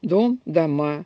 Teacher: на месте ударного «о» в той же самой морфеме, если уходит ударение на другой слог, появляется другой гласный, другая единица «а»